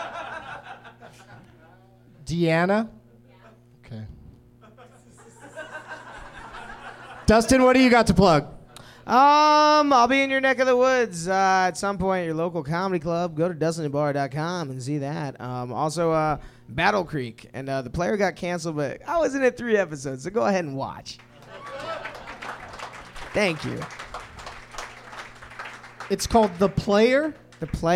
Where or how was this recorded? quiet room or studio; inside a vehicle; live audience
live audience